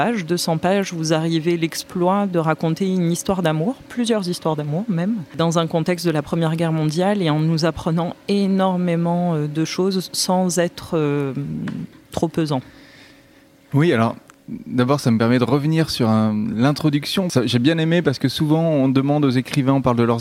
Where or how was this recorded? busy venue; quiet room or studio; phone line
busy venue